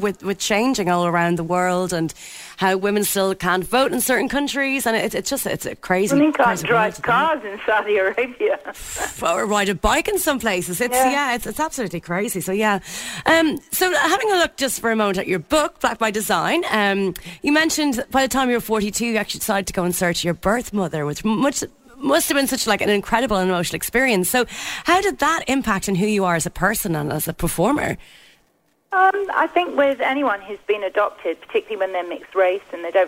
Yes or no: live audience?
no